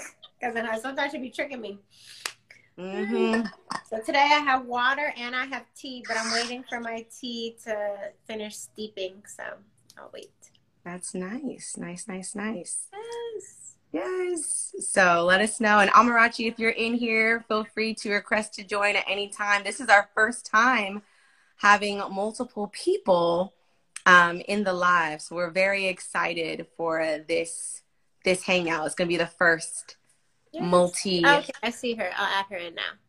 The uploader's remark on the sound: a Live Instagram conversation